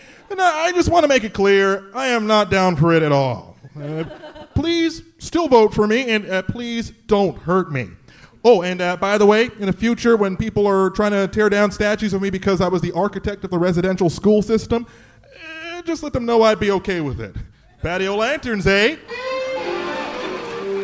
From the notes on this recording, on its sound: It's our first live show! Recorded in front of an audience for the Hotdocs Podcast Festival.